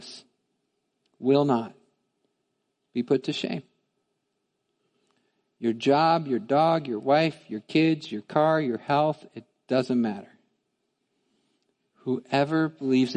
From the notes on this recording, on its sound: Midland Evangelical Free Church Sermon Audio